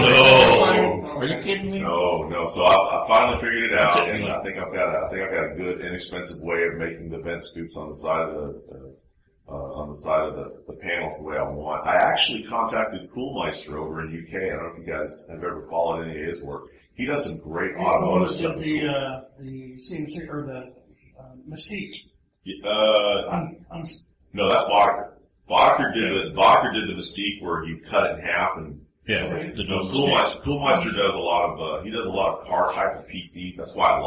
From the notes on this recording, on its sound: The crew is live from QuakeCon 2010 and we talk about the largest free LAN in the US.